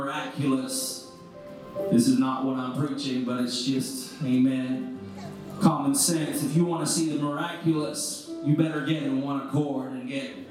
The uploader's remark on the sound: This is a recent sermon preached at Truth Apostolic Church in Madisonville, KY.